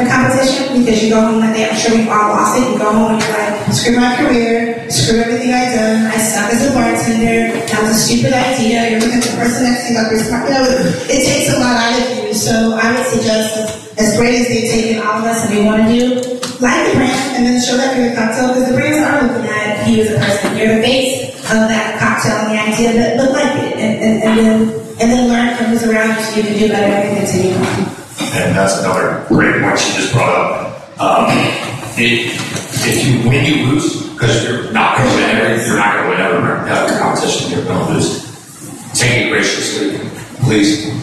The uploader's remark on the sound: The event was recorded in front of a live audience at the Wrecking Bar Brew Pub near an area of Atlanta known as Little Five Points.